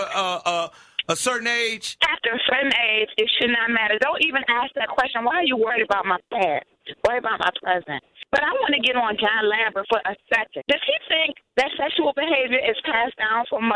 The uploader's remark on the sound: Listeners called